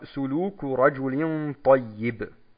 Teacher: Also den letzten Vokal und den Tanwin, den kürze ich in der Regel weg, wenn ich stehen bleibe. In unserem Fall jetzt würde ich sagen, im ersten Fall, Suluku Rajulin Tayyib. · Term: Regeln des Stehenbleibens